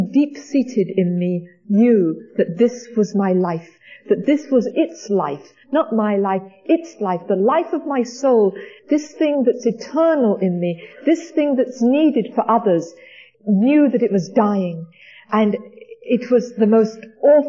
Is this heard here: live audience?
yes